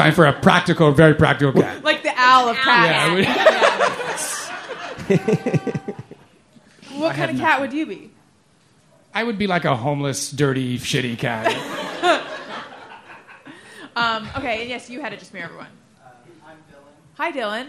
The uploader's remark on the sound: Live from Podfest. Live from LA Podfest.